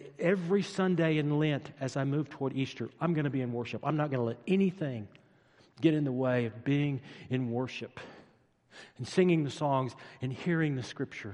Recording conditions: large echoing room